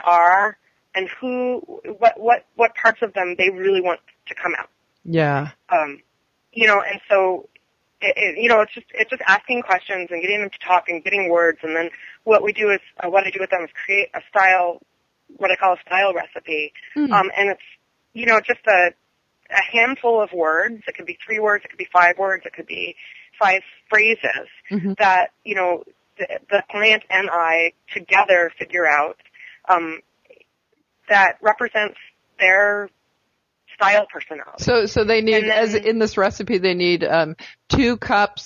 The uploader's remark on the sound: we have a telephone interview